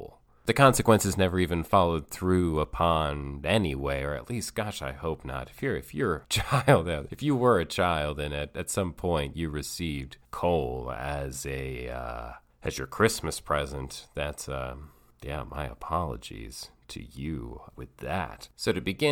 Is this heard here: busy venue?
no